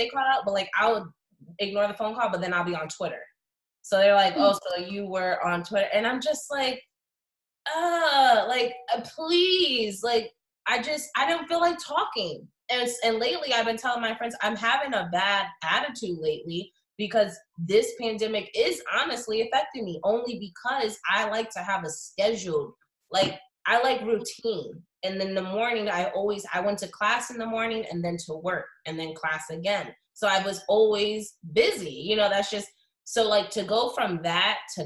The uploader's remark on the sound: sorry for the quality this was a Zoom Meeting